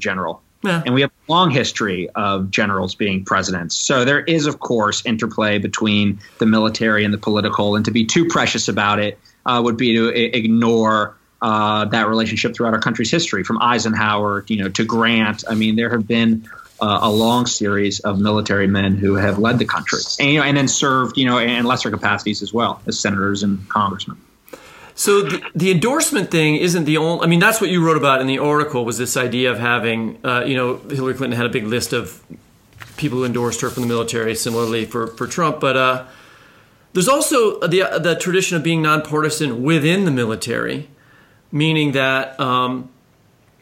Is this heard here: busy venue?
no